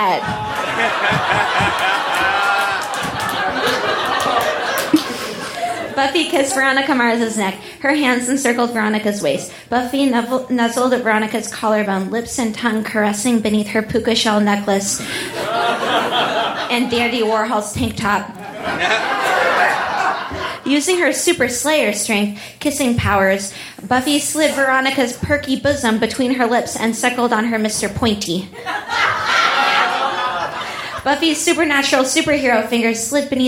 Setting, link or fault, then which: setting, busy venue